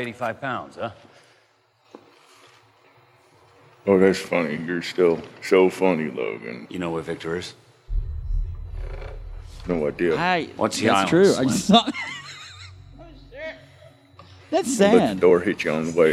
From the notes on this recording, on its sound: LIVE from their panel at Louisville Supercon 2018